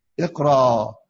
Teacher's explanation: أبدلنا الهمزة إلى ألف